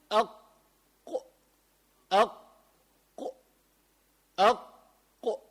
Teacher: ملاحظ أنه لساني آخره عم يرتفع لوين؟ لجهة الحنك الأعلى · Term: القاف